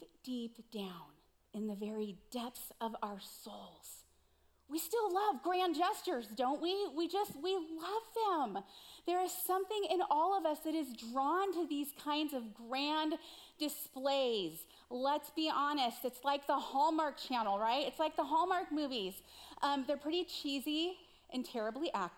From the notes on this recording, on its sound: Recorded live at CrossWinds Church on April 02, 2023.